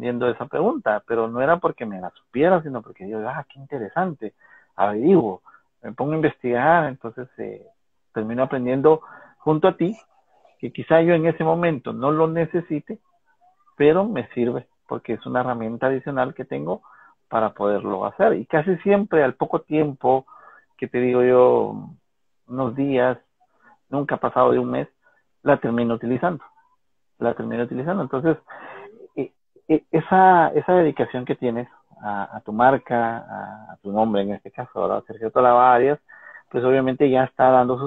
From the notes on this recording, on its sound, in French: Un Instagram live